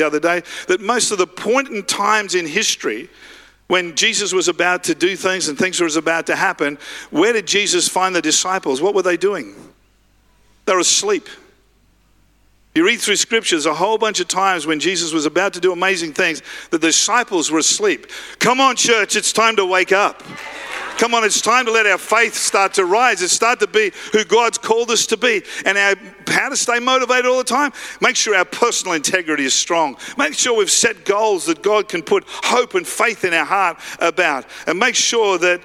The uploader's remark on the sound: Live at Freshwater Church.